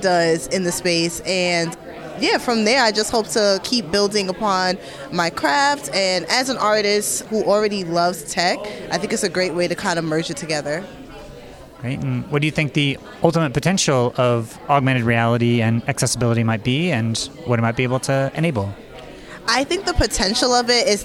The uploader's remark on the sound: Poster Session Interviews from XR Access Symposium 2023